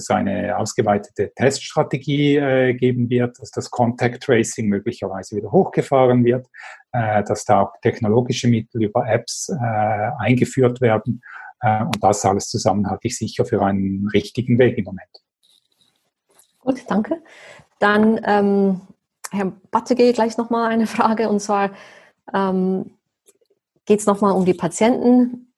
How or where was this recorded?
video call